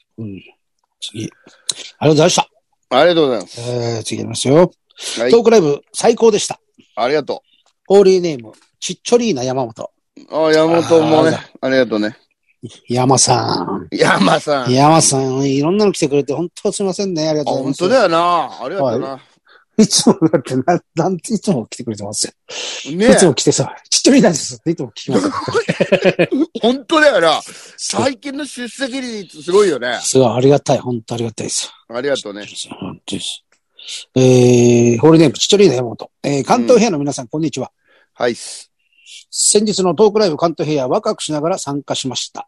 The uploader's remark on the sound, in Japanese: ZOOMで収録